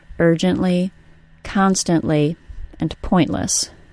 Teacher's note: Since I have a vowel sound in the final syllable, the L sound is not syllabic. So now we have a T that follows an N sound and precedes an L sound that is not syllabic, so the T sound is pronounced as a glottal stop